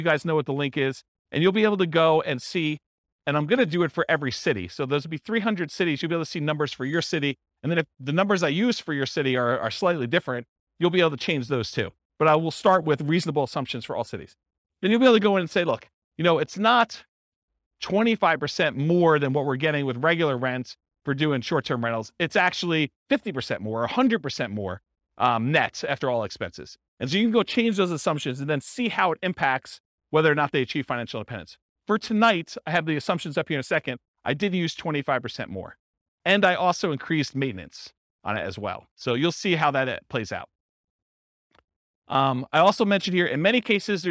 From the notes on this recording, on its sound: This was a live class recorded